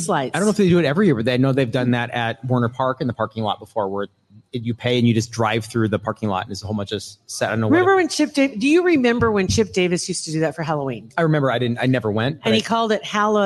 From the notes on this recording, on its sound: Another fun LIVE podcast recording at Hurrdat Sports Bar !